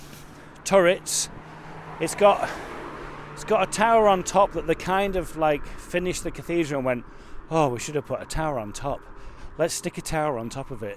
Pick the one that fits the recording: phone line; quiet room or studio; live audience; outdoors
outdoors